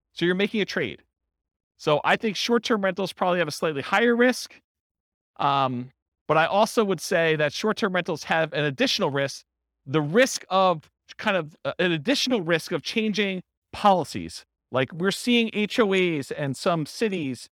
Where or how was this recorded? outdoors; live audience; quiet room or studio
live audience